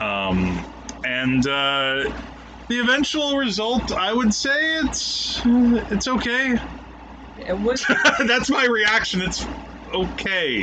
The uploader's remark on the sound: There were some issues with the audio recording for this episode, in part due to the air conditioner but also the placement of the mics too close to it, our apologies in advance for dip in quality.